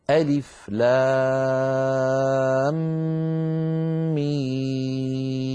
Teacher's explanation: لاحظوا بأننا لما نطقنا أدغمنا الميم من لام في الميم من ميم، فنشأ عندي ميم مشددة بحاجة إلى غنة أكمل ما تكون